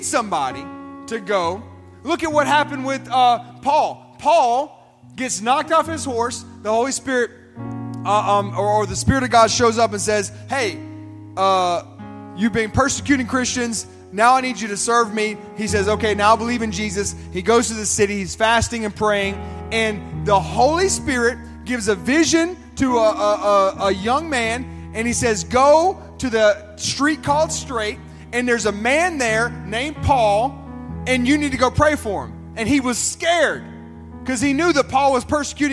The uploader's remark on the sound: This sermon was recorded at Family Worship Center in Columbia, SC on Wednesday, April 19, 2023.